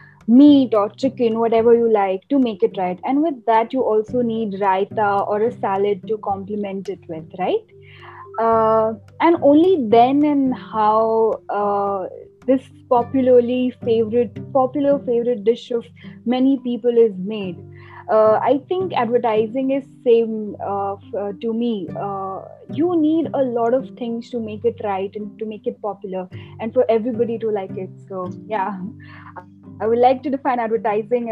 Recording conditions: video call